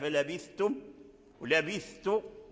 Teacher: اتفق على إظهار الثاء عند التاء في قوله تعالى فلبثتم لبثت حيث ما جاء في القرآن.